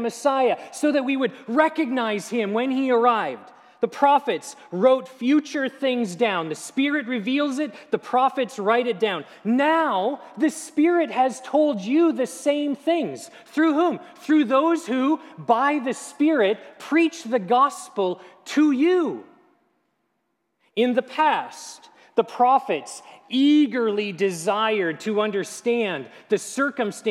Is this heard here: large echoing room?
yes